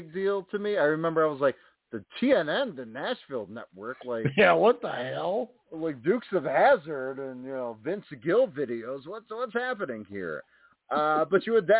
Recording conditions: phone line